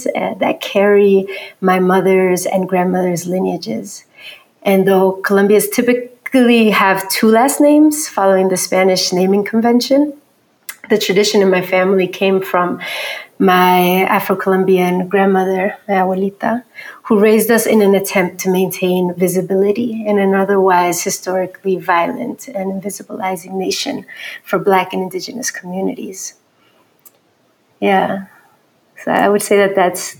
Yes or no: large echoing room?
no